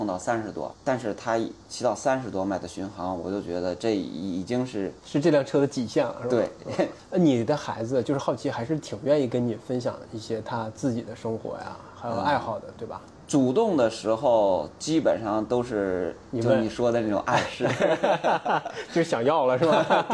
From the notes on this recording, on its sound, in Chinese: 首届“环西自行车赛中国挑战赛·北京昌平”的现场。我们在终点位置等候完赛选手进行采访。